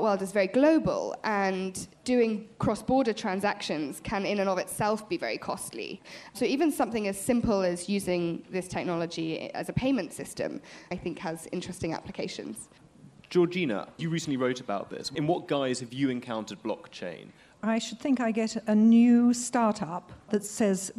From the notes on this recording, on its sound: at the FT’s recent Weekend Festival in London